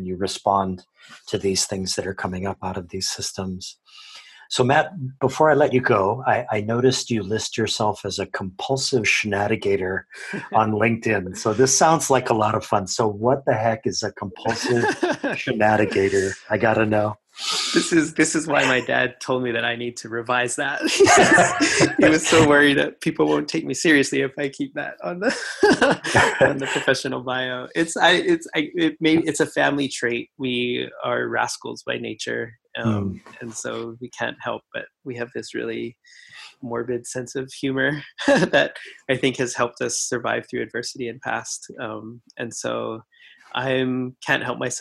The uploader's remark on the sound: Just as the Covid-19 “shelter-in-place” lockdown began in Hawaiʻi. What we planned to do in person suddenly had to be done via Zoom. The resulting audio is pretty sketch.